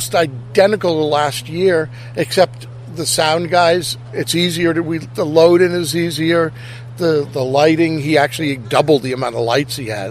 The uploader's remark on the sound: Live remote in front of the stage of The Milford DRIVE IN CONCERT SERIES. Right before the very first show of the season.